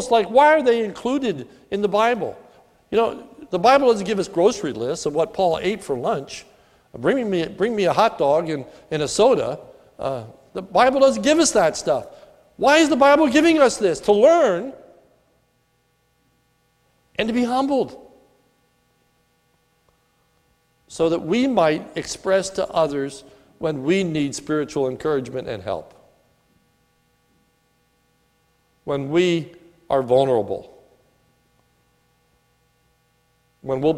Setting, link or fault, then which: setting, large echoing room